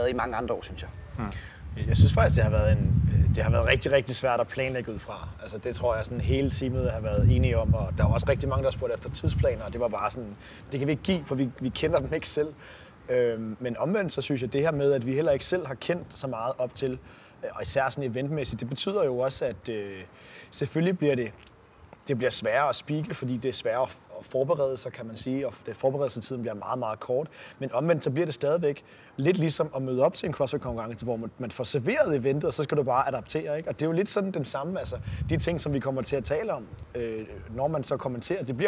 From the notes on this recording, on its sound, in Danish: episoden er undtagelsesvis optaget udendørs, så der er lidt vindstøj i mikrofonerne!